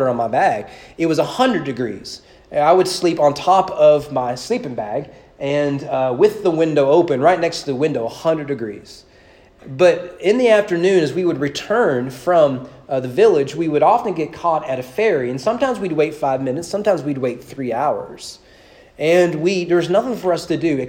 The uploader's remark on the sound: Sermon preached at East Frankfort Baptist Church on February 6, 2022 during evening worship.